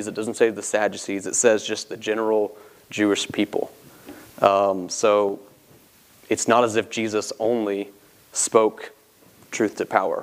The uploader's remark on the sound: This sermon was preached from the pulpit of Grace Community Church in Berea, KY.